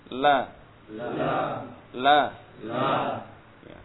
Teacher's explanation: Dan ini la ini sifatnya jahr, napasnya tertahan. Jadi bukan la, la, li, bukan seperti itu, tapi tertahan napasnya.